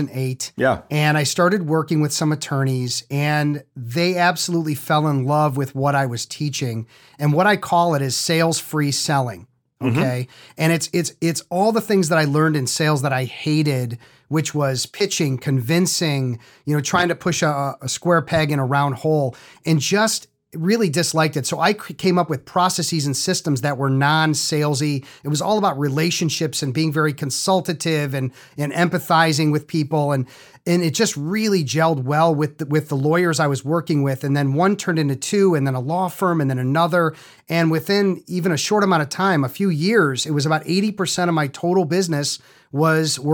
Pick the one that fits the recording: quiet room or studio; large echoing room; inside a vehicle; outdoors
quiet room or studio